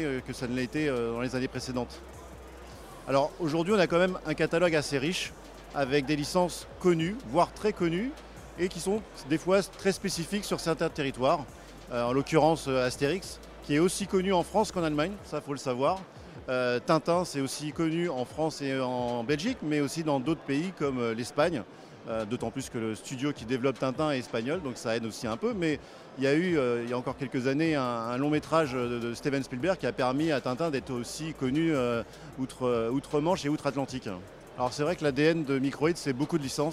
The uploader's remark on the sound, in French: En direct de la Gamescom 2023